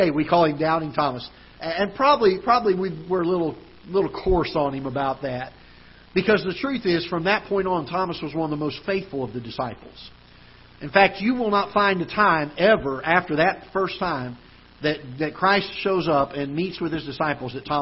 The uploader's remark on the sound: Ketha Heights Baptist Church ~ Live Broadcast.